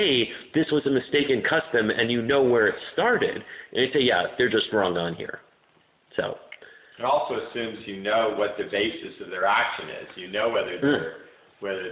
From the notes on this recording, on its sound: My apologies for the poor audio quality; the batteries in my recorder ran out so I used my cell phone to record.